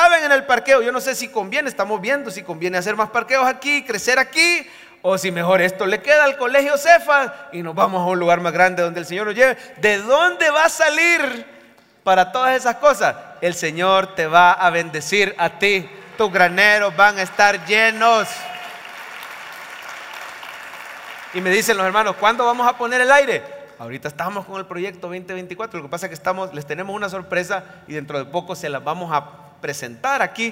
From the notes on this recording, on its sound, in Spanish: En vivo desde el Centro Familiar de Adoración CEFADCHURCH.